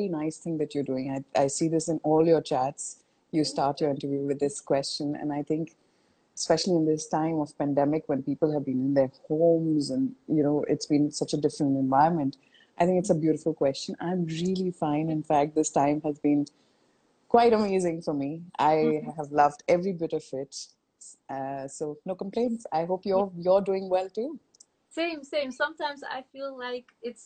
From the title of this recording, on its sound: Instagram Live